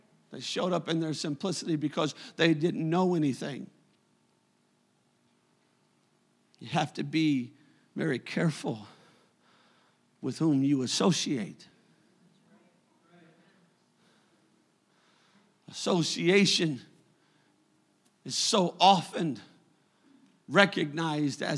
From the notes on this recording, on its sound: a service recording from Connect Point UPC